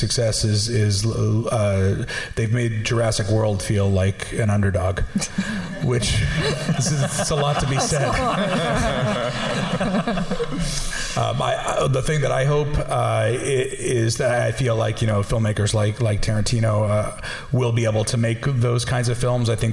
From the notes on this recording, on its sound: Live From The London Podcast Festival. This week's episode is a live show. Recorded as part of the London Podcast Festival, this typically raucous live show.